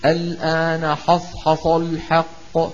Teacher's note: حصحص تطلع معه الحروف الأربعة كلها مفخمة لمجاورتها الصاد المستعلية